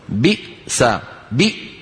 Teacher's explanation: شلون الوترين مقفولين تماما والصوت محبوس خلفهما · Term: همزة ساكنة